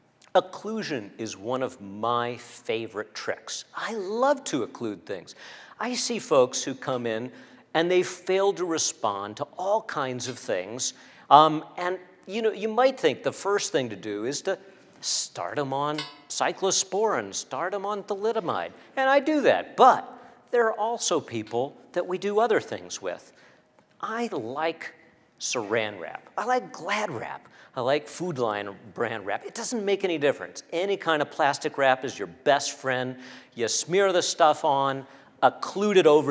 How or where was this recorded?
large echoing room